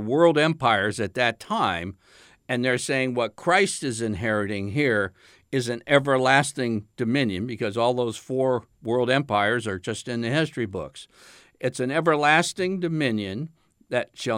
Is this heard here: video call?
no